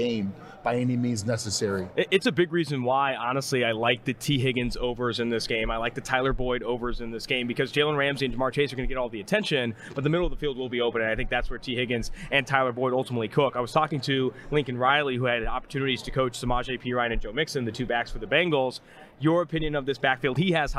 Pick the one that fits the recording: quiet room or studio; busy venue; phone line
busy venue